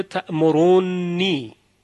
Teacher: نون در نون ادغام کبیر شده